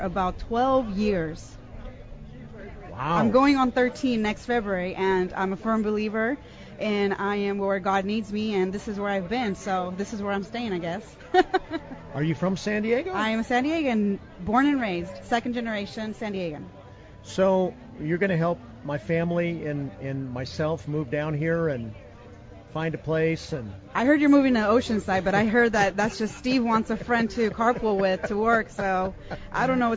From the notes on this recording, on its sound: At the San Diego County Fair for Spirit West Coast! The K-Praise staff met listeners and gave away prizes.